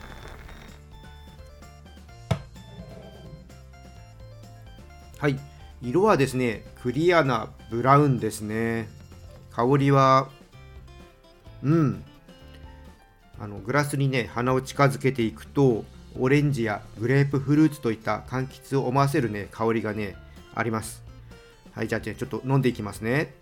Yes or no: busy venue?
no